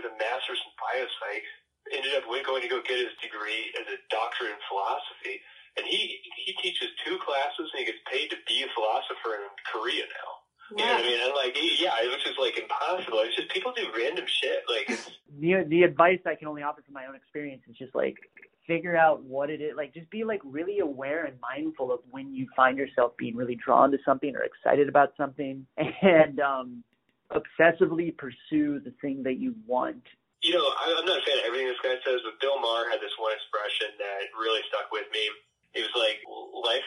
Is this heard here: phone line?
yes